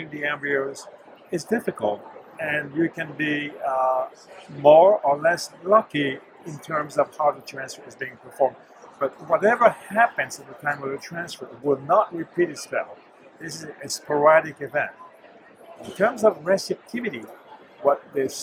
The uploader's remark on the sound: This Journal Club Global, recorded on June 27, 2023 at the ESHRE conference.